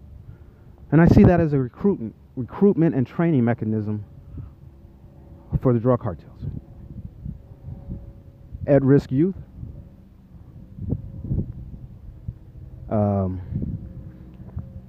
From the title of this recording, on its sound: Broadway and K Street walk and talk